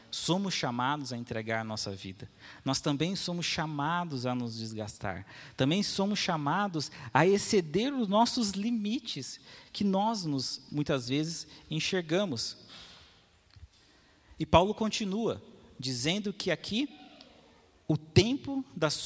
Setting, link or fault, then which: setting, large echoing room